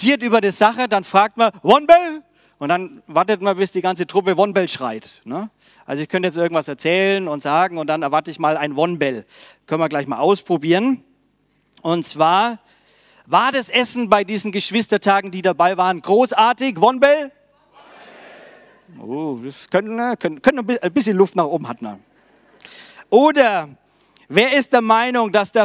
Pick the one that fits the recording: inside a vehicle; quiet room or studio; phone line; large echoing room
large echoing room